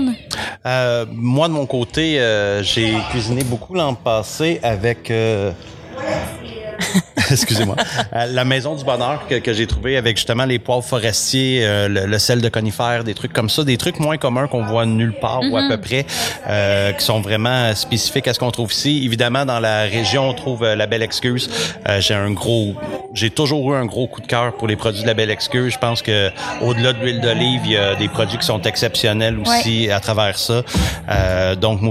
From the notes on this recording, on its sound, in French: en direct de la scène Goutez Lanaudière des Fêtes gourmandes